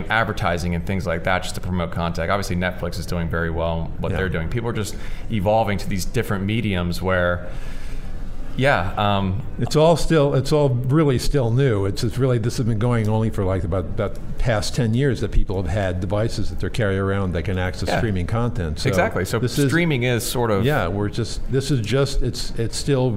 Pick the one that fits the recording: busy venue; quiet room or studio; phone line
busy venue